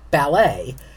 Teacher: the American pronunciation has a final syllable stress, which is much more like the French, like ballet, whereas the British English does the earlier syllables.